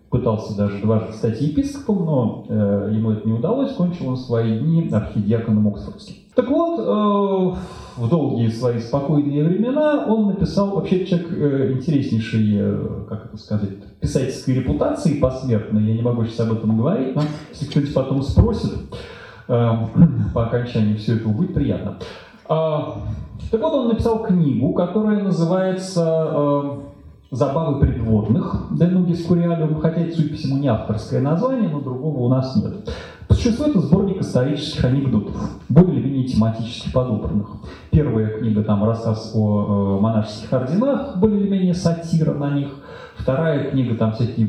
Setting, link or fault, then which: setting, large echoing room